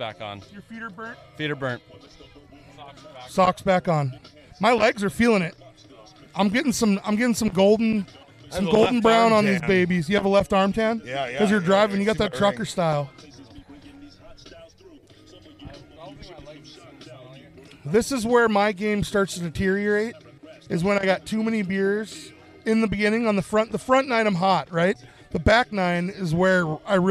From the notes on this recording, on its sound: Coming to you from the beautiful Wildwood Golf Course in Burlington, ND it's the first annual Kirk Elm Classic.